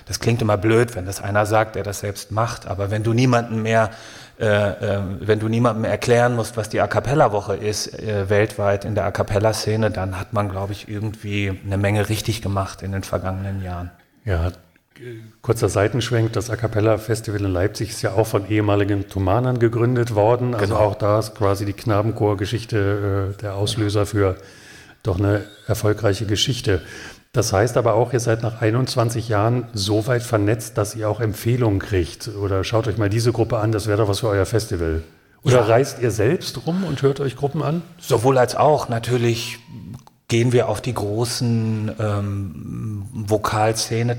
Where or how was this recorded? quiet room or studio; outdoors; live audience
live audience